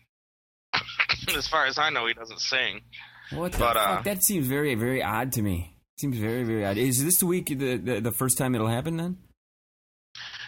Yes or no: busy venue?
no